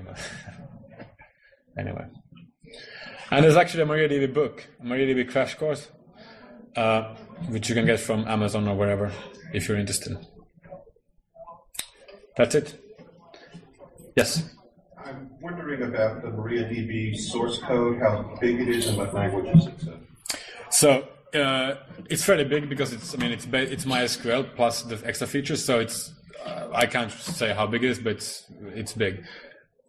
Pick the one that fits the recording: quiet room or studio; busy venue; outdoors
busy venue